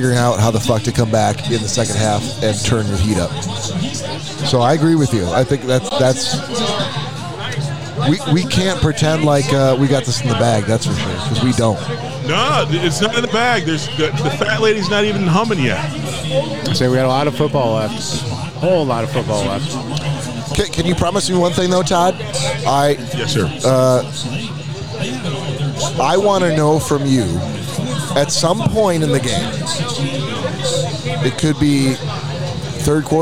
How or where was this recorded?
busy venue